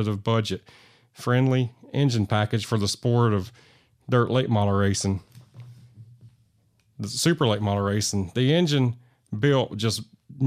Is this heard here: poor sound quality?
no